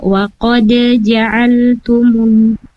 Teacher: Terus yang kedua ada di waqad ja'altumullah di waqad di huruf qalqalahnya dialirkan saja ibu, jangan ditahan dengan waqad, tapi dibaca waqad ja'altumum, seperti itu ibu.